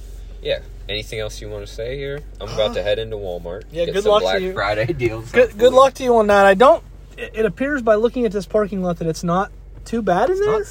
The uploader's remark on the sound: A whole buffet of an episode, live from the rolling studio.